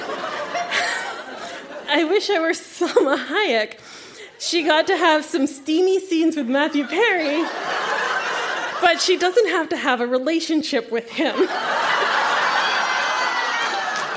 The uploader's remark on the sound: Recorded live at The Royal Cinema in Toronto.